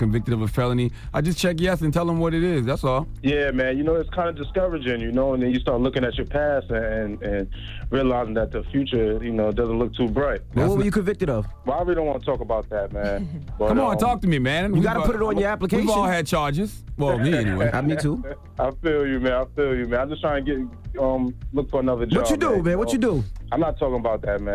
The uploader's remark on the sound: So we opened up the phone lines to see what our listeners had to say